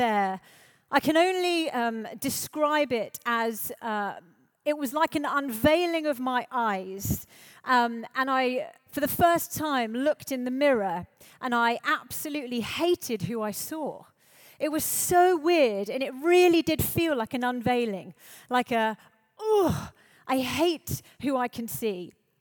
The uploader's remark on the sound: Live at The Orchard Conference 2023